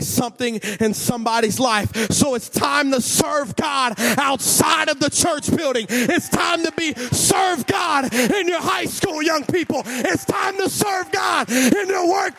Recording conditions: large echoing room